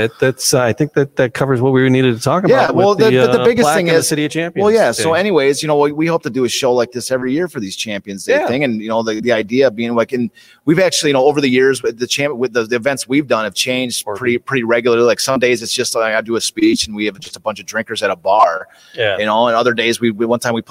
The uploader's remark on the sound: Live from Detroit Historical Museum